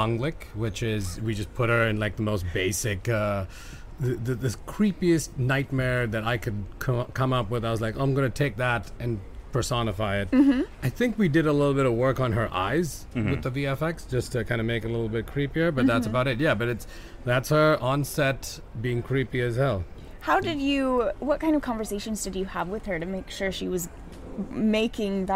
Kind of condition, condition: setting, busy venue